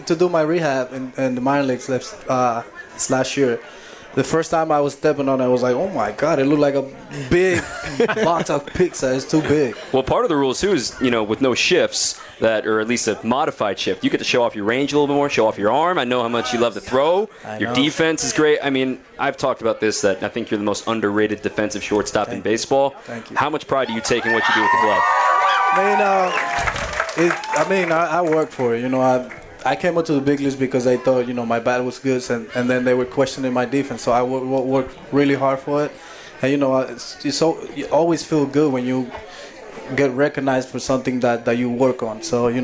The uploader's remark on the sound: live from Dugout 54 in Milwaukee